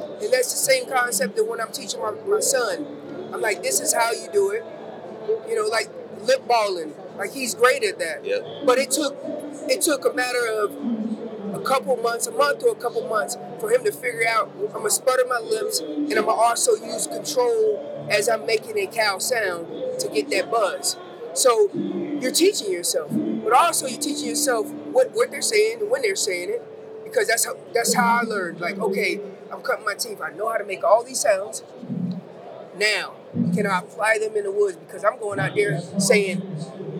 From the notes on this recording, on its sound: The Wapiti Wednesday edition live from Western Hunting and Conservation Expo in Salt Lake continues from the Initial Ascent booth!